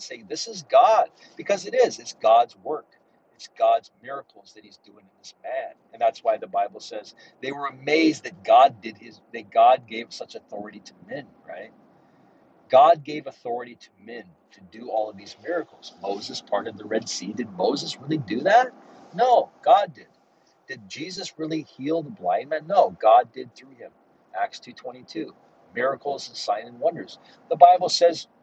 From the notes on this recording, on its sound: Sorry for any background noise!